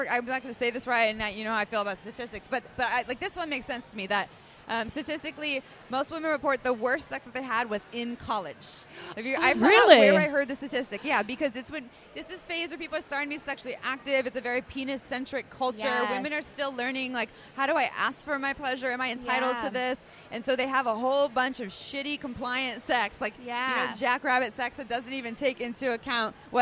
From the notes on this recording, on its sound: Recorded on stage during Brooklyn's Sex Expo. We apologize if it sounds like we were yelling; we were right next to the Sybian sex machine, so it was a bit loud.